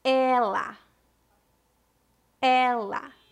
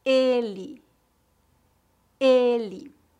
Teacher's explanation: Ela com E aberto e ele com E fechado.